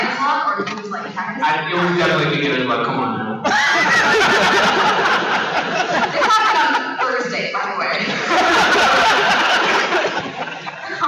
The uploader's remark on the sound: A fun panel that we attended while at the convention and give you the feeling of being there. On this one you get a panel hosted by TV Guide magazine for CW's "The Flash" tv series from WONDERCON 2015.